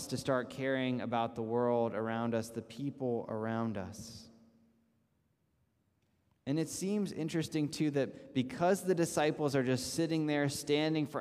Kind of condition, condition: setting, large echoing room